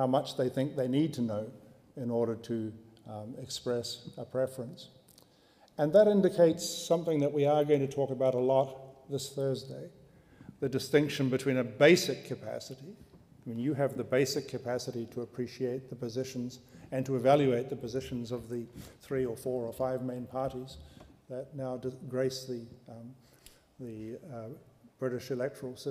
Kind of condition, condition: setting, large echoing room